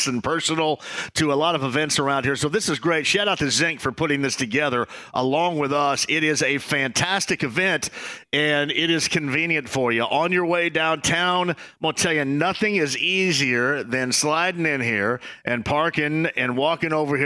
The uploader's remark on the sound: live at the Dugout Bar